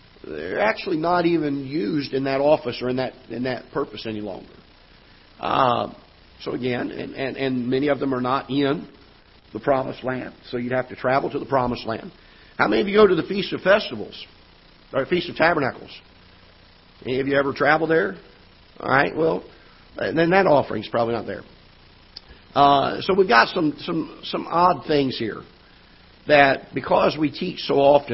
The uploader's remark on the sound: Ketha Heights Baptist Church ~ Live Broadcast